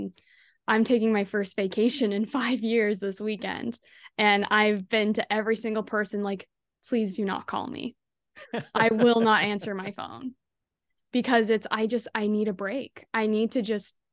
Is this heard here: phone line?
no